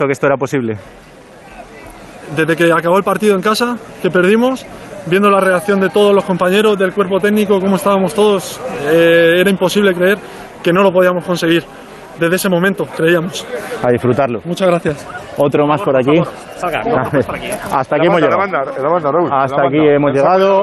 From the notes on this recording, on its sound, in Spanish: En directo en El Transistor, desde el césped de Montilivi.